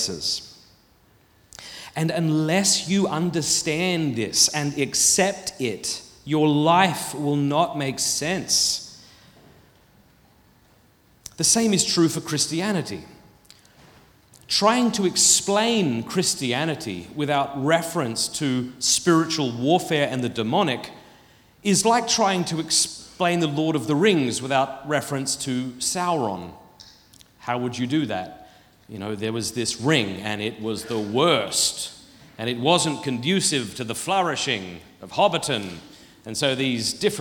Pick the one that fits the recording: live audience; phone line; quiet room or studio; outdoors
live audience